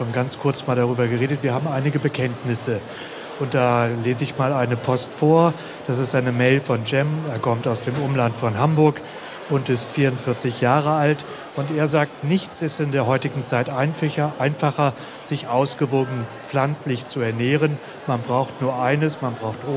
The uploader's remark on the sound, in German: LIVE von der GRÜNEN WOCHE